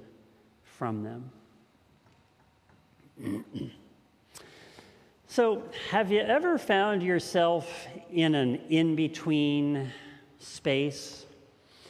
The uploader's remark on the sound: This message was first preached on June 20th 2021 at Linglestown Life Church in Harrisburg PA.